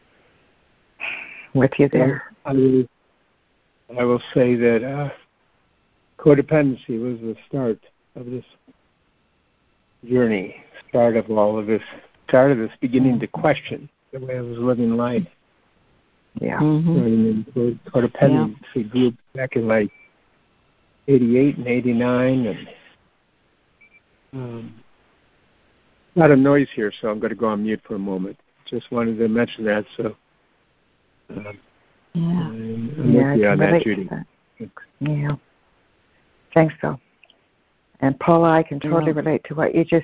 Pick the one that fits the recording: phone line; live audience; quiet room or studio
phone line